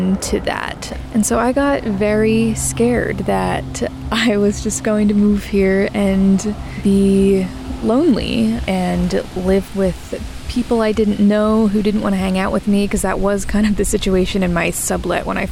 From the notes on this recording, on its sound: Practically an audio diary entry made from Prospect Park